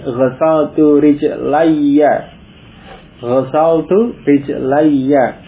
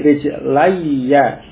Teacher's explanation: ya sukun ketemu ya fathah di idgham sehingga menjadi rijlaiya